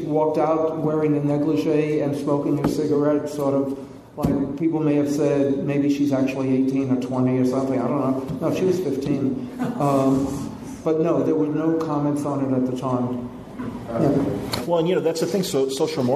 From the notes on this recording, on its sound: Live From FanX Con. Just got back from Salt Lake City and will be presenting 2 great conversations live in front of eager audiences.